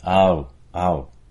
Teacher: The ow diphthong is likely to have less lip rounding, ow, ow, or sometimes get smoothed all the way down to ah.